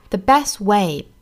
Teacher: best 美音的 t 我们要省掉